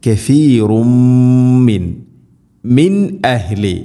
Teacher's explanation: കഫീറുമ്മിൻ, തൻവീനു ശേഷം മീമുണ്ട്. മീമിന് തൻവീനു ശേഷം മീമു വന്നാൽ ഇത് ഗാം ബിഗുന്ന, തൻവീനിനെ മീമിലേക്ക് ചേർത്ത് മണിച്ചുകൊണ്ട് ഉച്ചരിക്കണം.